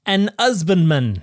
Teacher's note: in the period when the King James version was translated, you didn't pronounce the h.